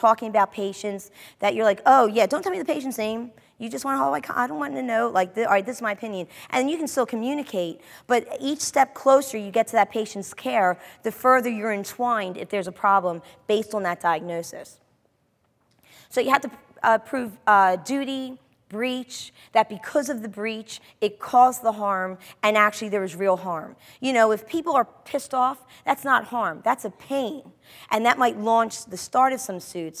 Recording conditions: live audience